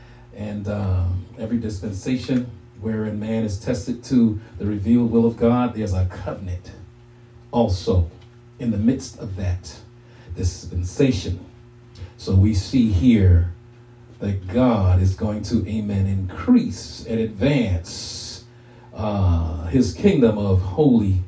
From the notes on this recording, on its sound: shared this message live at RACC